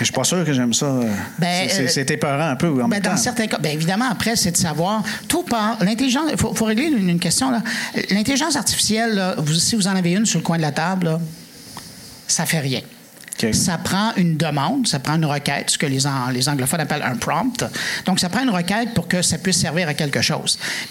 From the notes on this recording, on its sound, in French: Vous entendrez un segment capté en direct devant public au Petit Théâtre Outremont la semaine dernière.